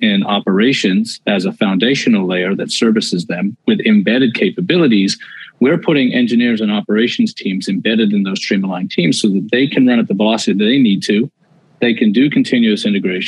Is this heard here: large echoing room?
no